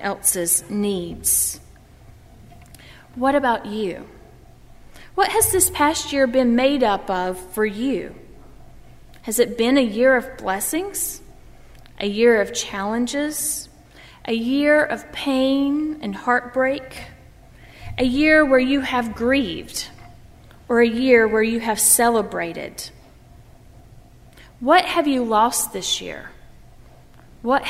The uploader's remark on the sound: during the Heritage service on Sunday, December 27, 2015, at First Presbyterian Church of Arlington Heights, Illinois.